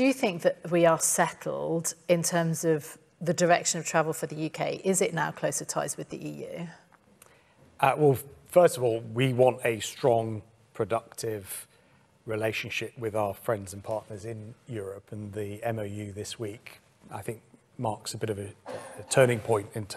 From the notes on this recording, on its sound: Recorded in front of a live audience.